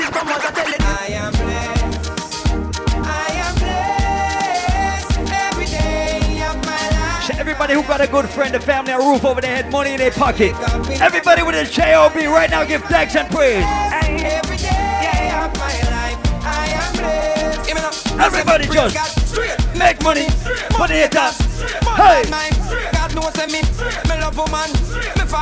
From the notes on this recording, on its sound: Live party juggling audio from Fete Fridays in Providence, RI.